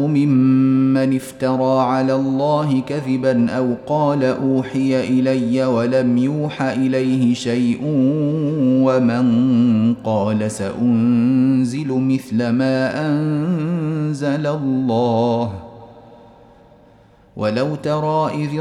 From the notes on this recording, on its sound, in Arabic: تسجيل مجمع من صلاة التراويح - مسجد السلام بجدة